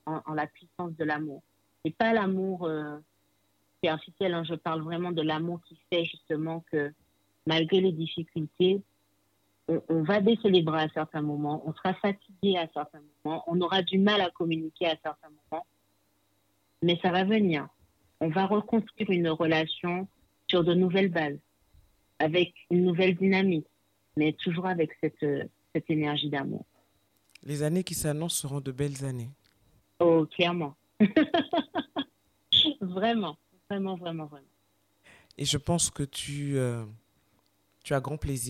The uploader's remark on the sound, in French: Vous me pardonnerez la qualité sonore due à une mauvaise communication téléphonique. Mais j’ai refusé d’enlever à la spontanéité de l’échange en procédant à un nouvel enregistrement.